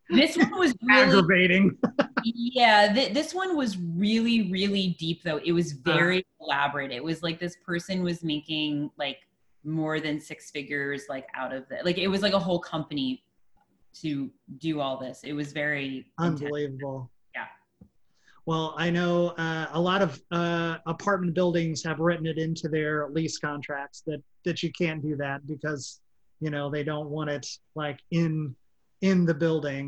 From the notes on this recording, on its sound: Recorded via Zoom